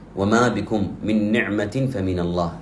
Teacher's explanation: لاحظ أنني أدغمت النونين فجعلتهم نونا واحدة · Term: إدغاما بغنة